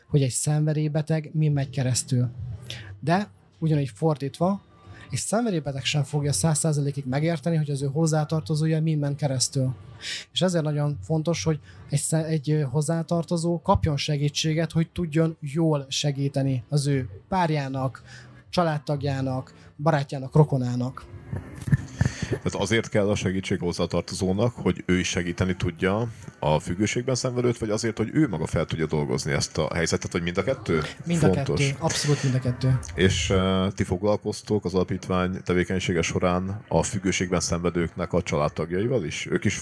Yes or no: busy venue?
yes